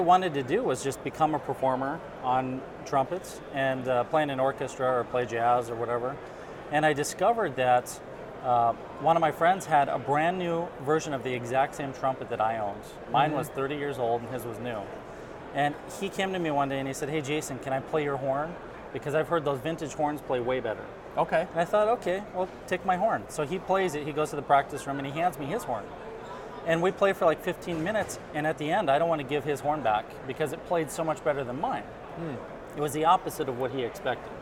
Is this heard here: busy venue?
yes